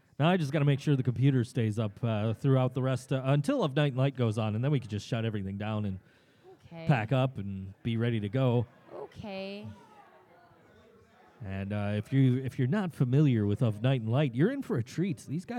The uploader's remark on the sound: The ThinkSoJoE Show and The Struggle Is Real Buffalo Music Podcast host a live broadcast at the Of Night and Light Tour Kickoff show at Sugar City. October 13, 2018.